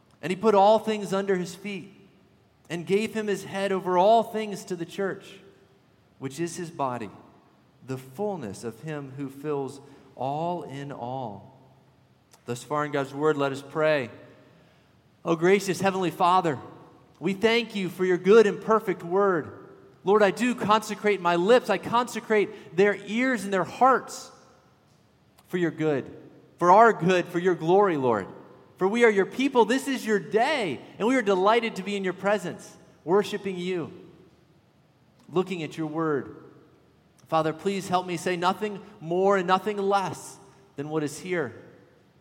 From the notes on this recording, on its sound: At Redeemer Presbyterian Church in Charleston, SC